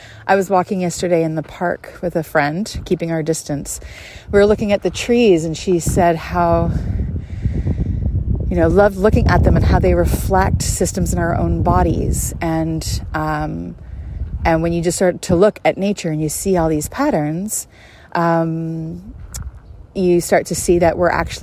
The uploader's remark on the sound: Takes the podcast on location to a community garden nearby. This is an entirely unscripted stroll.